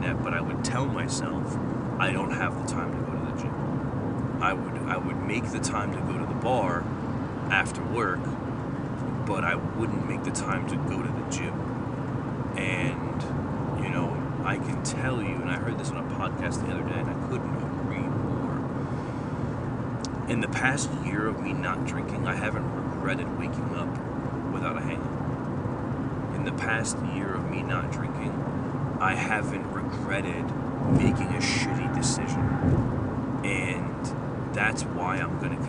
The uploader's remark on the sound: Please excuse the background noise.